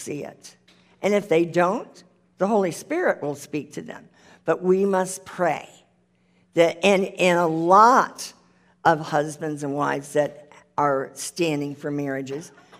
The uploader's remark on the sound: The full replay of the LIVE Rejoice Pompano Bible Study.